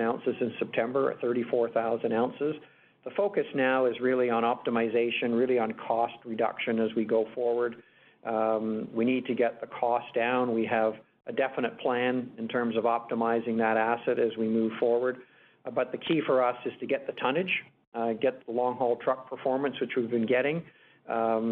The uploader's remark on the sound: Agnico Eagle Mines’ Q3 conference call